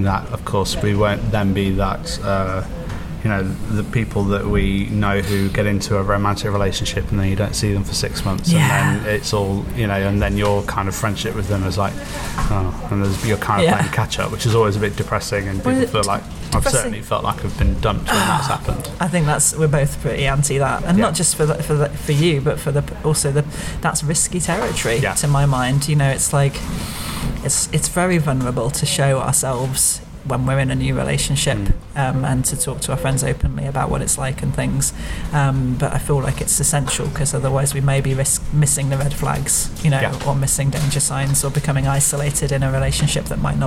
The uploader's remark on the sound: We recorded this a few weeks ago - in a pub